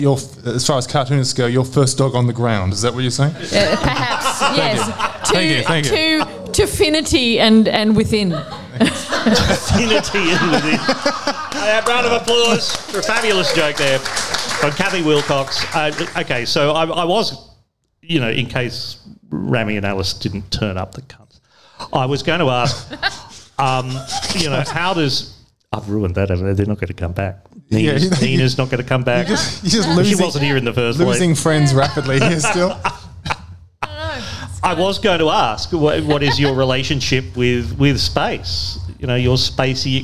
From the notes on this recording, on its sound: At Sydney's Royal Exhibition Hotel in Surry Hills with an enthusiastic live audience.